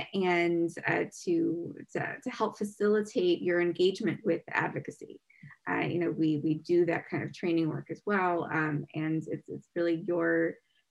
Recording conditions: video call